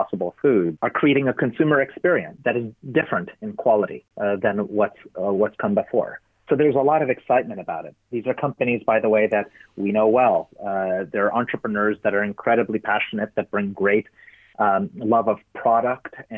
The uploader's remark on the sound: Sound quality: Studio and telephone